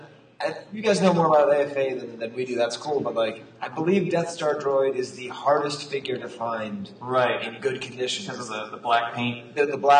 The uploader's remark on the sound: The sound quality is a bit rough, and most of the room sale audio was lost. Our market watch is taken exclusively from data collected at the convention.